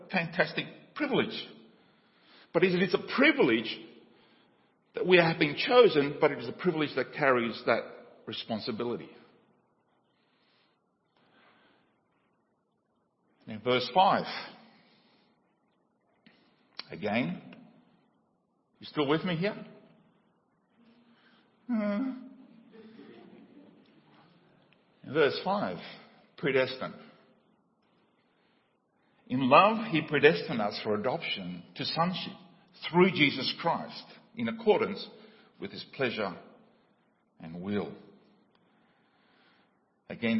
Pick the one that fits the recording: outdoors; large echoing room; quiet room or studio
large echoing room